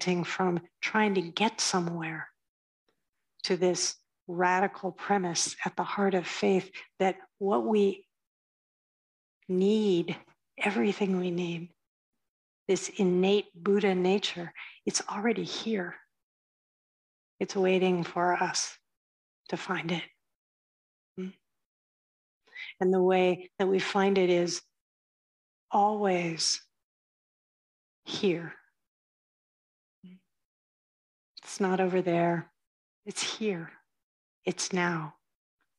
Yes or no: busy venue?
no